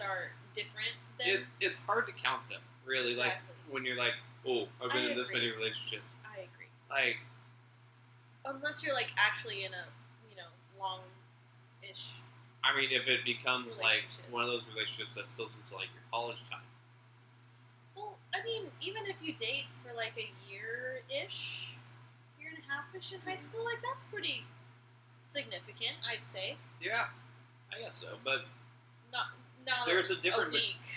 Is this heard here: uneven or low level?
yes